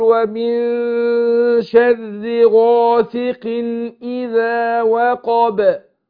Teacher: الغين بفخمها ازاي عشان بعدها الف مفتوحة، بعدها ألف تاخد أعلى درجات تفخيم